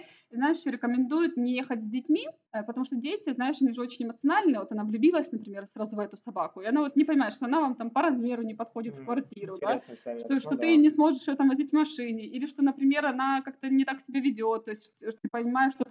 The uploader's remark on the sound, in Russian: Я не проверил микрофон и запись оставляет желать лучшего! Даже звуки Лимассола не слышны.